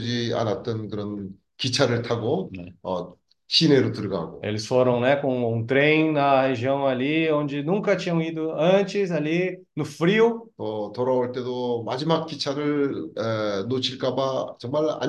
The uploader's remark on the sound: zoom meeting